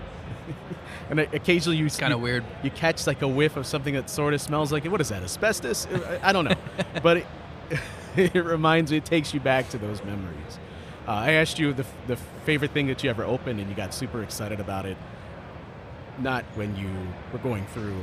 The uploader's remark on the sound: Record an episode of the show at the Great Lakes Collectors Convention.